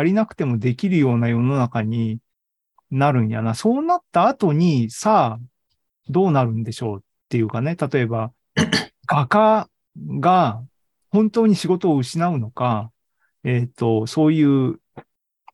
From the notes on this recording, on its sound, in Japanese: ２０２２年１１月３０日に開催した ZOOMライブの模様です